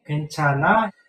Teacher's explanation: Intonation is go up, end of sentence. Kenchana. Statement form is just go down.